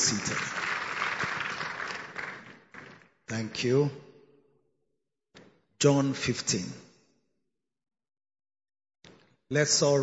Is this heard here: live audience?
yes